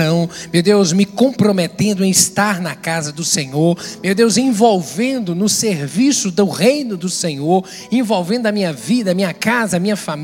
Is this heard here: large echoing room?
yes